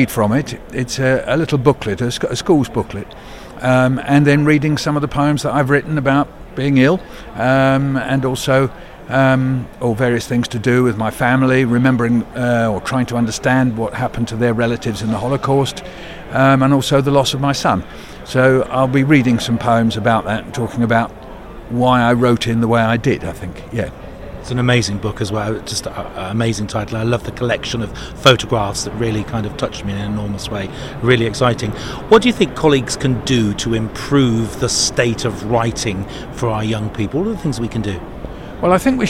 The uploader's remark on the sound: Bett2023 Show Floor broadcasting.